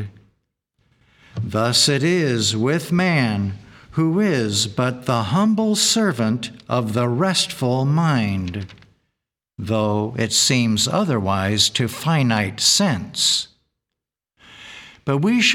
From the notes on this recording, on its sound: The Sunday service audio from February 18th, 2024